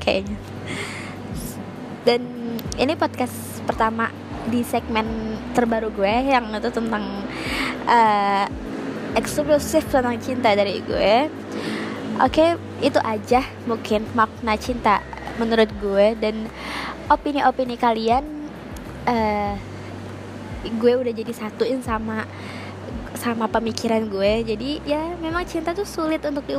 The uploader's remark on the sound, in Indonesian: sorry banget banget sound nya bnr bnr berisik banget